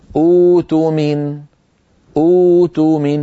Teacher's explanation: يبدلون الهمزة الساكنة الثانية حرف مد من جنس الأولى